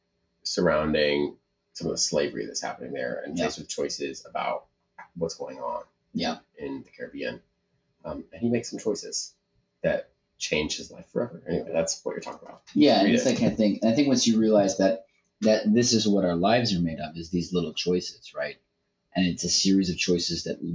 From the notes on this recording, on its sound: Get to record in person! Despite some lackluster audio quality.